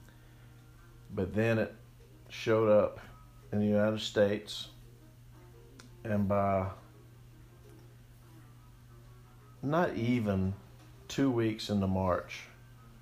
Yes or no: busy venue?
no